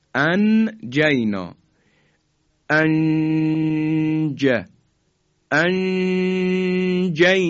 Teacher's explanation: همون گونه که عرض کردم دو حرکت هم که مکسی که صورت میگیره صدا در فضای بینی میپیچه